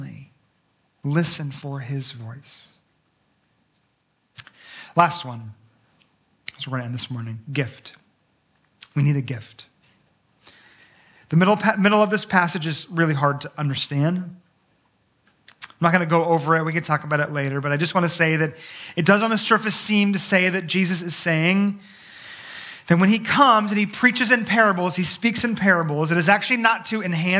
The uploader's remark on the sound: Sunday morning message delivered on 16 April 2023